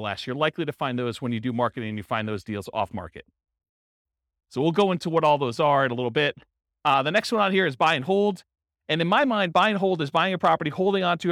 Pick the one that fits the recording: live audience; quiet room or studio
live audience